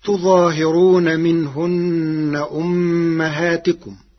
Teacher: قرأ ورش كلمة تظاهرون بفتح التاء والهاء مع تشديد الظاء والهاء وحذف الألف بعد الظاء، فتصير تظهرون، فأصله تتظهر، فأدغم التاء الثانية في الظاء بعد إبدالها ظاء.